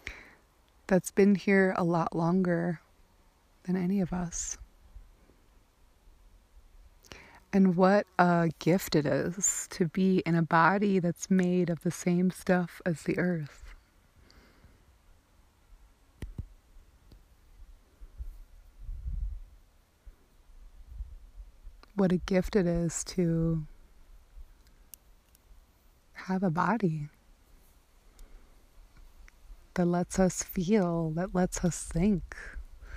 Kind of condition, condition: setting, outdoors